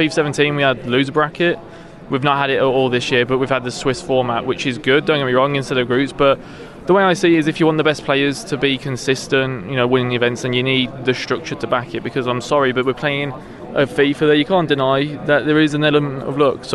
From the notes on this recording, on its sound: Live from the eWorld Cup finals